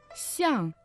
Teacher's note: Сян – это слон, произносится в четвертом тоне